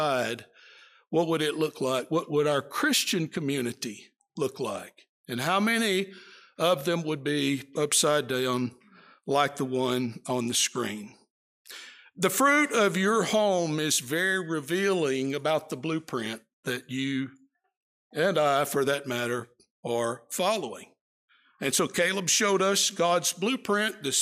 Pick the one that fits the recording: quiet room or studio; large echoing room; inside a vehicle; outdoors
large echoing room